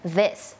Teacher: มันมีความสั่นนิดนึงแล้วก็มีลมออกมานิดนึง